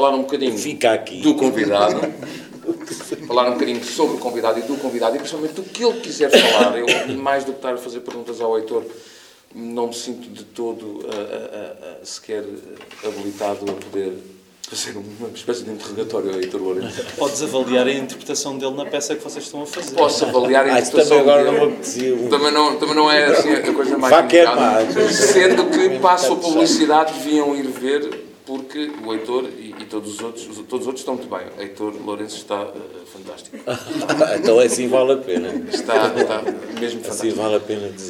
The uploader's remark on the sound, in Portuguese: Gravado ao vivo na Livraria Barata.